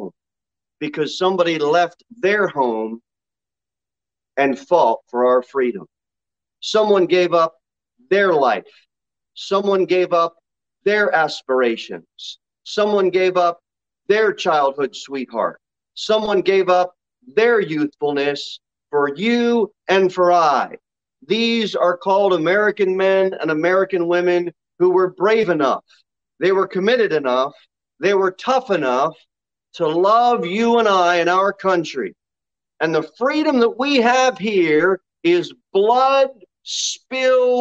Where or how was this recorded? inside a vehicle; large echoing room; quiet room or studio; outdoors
large echoing room